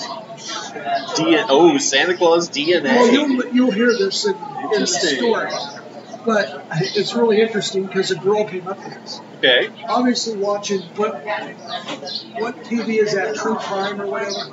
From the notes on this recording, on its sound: live from the city market!